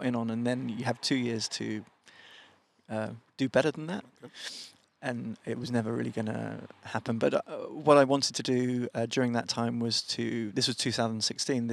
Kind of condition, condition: setting, outdoors